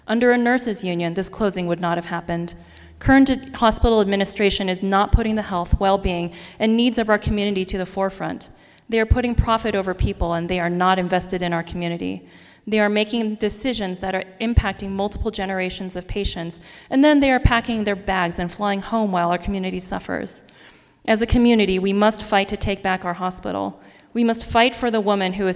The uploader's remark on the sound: This audio was recorded October 2, 2021 at First United Methodist Church. Health Workers Town Hall organized by local UAPD in Gallup. At First United Methodist Church, during a "Health Crisis" Town Hall organized for health workers and community members.